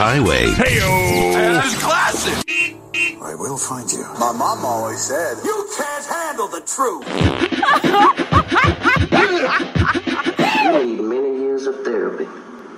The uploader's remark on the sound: A phone call